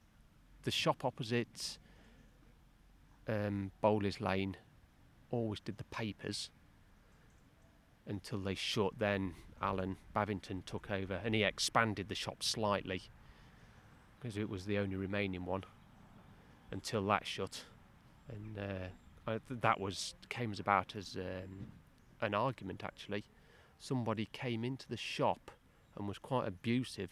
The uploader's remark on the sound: Recorded at our Heritage Open Day back in 2019